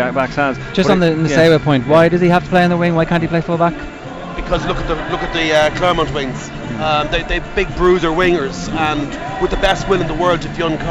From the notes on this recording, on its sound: Today&#39;s Panel comes to you live from Leinster v Clermont at the Aviva Stadium. Today's Panel comes to you live from Leinster v Clermont at the Aviva Stadium.